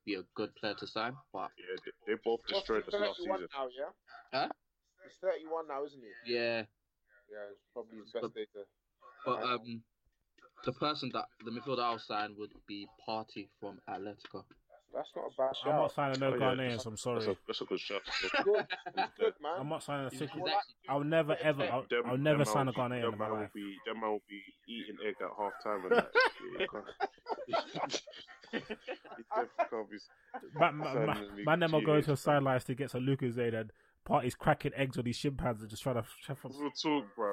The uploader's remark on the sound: We apologise for the poor audio this week, as we had technical issues with our recording software and gremlins with skype.